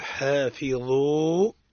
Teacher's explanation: الظاء هنا مفخم الحاء مرقق